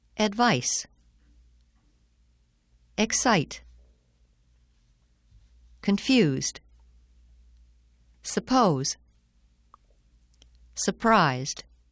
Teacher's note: The next words have stress on the second syllable.